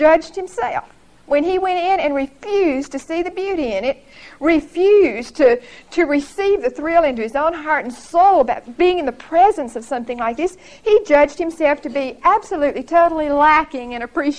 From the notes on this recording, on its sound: Recorded 10/7/1975 at Whitesburg Baptist Church.